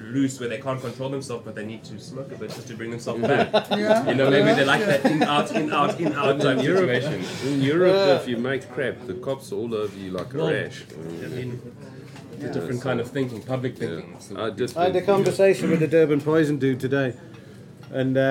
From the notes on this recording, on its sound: Tonight's show will be a live broadcast from the Bohemian Beach Bumz 420 friendly cafe and restaurant in Florida Rd, Durban. Join the live stream, or join us at the venue and be part the audience.